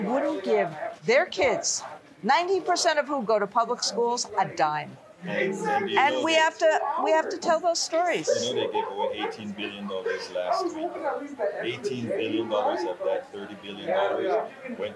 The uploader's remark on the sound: Live from Netroots Nation in Chicago (Day 1)